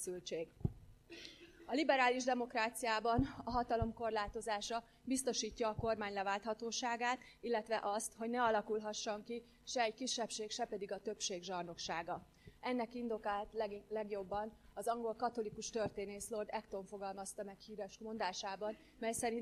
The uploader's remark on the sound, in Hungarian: Rendezvényének felvétele.